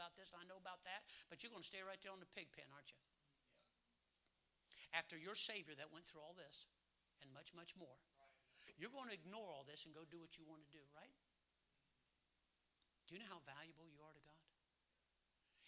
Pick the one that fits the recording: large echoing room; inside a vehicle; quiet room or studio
large echoing room